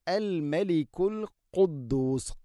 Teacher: ഖാഫ്, തൊണ്ടയുടെ മുഗൾ ഭാഗം കഴിഞ്ഞ് ചെറുനാക്ക്